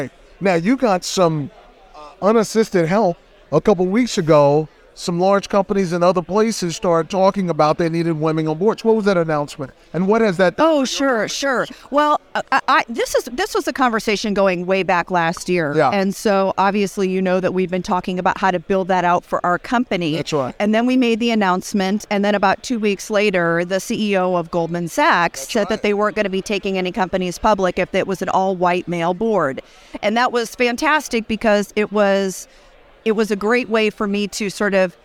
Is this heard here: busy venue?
yes